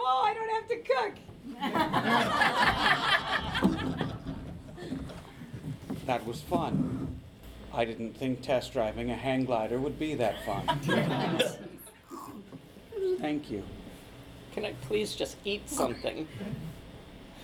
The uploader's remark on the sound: 2015 C-U Improv Festival (Live). We were excited to be part of the 7th Annual C-U Improv Festival presented by Zoo Improv at the SoDo Theatre in Champaign, IL - and we recorded the whole thing for you to enjoy!